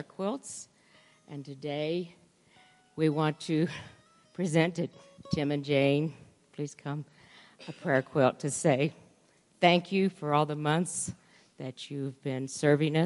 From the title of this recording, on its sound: Woodland Life Church Live